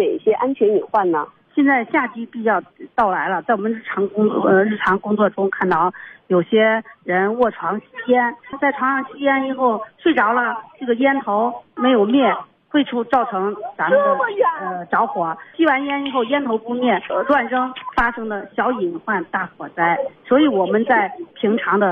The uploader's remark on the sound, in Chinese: 应急插播--连线采访